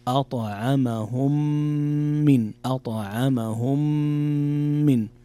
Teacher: فيه غنة بمقدار 2 حركات · Term: إدغام شفوي